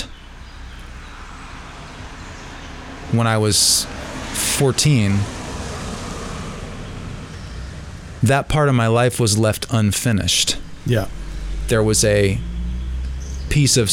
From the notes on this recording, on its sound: front porch in downtown Durham, which displays itself in the background of our conversation in vivid voice.